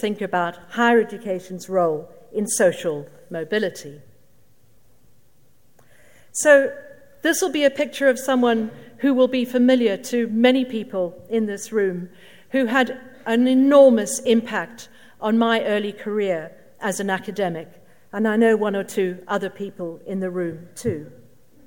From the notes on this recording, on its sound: Keynote at SRHE Annual Research Conference 2017